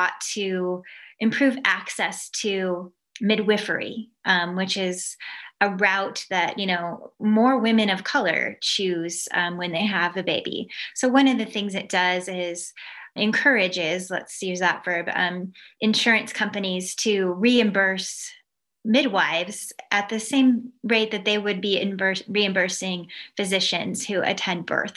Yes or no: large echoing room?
no